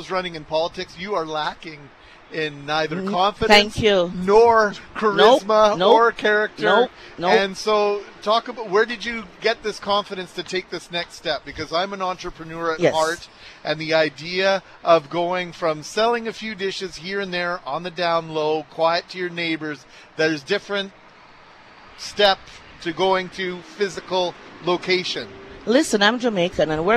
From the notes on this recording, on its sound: LIVE from Portage & Main.